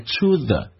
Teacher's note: According to the site, according to the site,这个 site 就是 website.根据啊这个网站的介绍， according to 根据， to 跟 the 不被强调，有一个弱化现象，可以弱化成 t.那么同时 oo 跟 th 音开这个开头的单词，可以把 th 音变成 z 这个发音